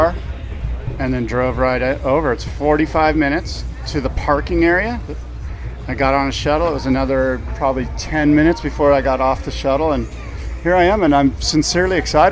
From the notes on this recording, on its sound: Live from Surf Ranch! Report live from the Surf Ranch Pro.